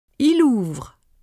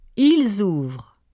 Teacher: enchaînement occurs in the singular and liaison of the z sound occurs in the plural